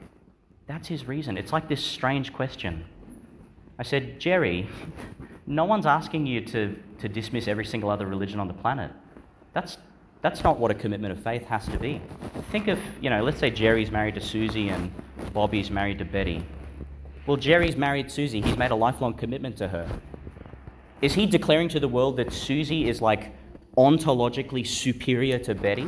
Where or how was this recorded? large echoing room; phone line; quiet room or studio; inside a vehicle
large echoing room